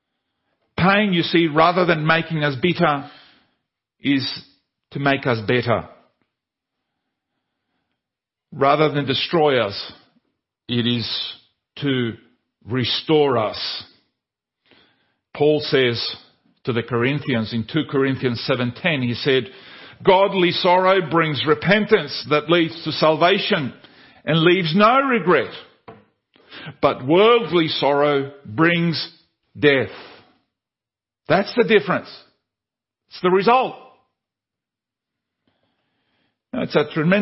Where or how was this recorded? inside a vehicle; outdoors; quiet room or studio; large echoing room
large echoing room